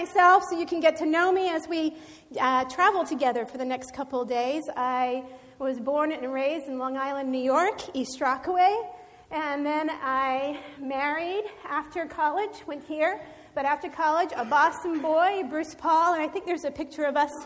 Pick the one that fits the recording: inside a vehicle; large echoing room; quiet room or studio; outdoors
large echoing room